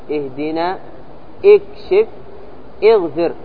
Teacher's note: اهدنا اكشف اغفر، همزة الوصل هنا مكسورة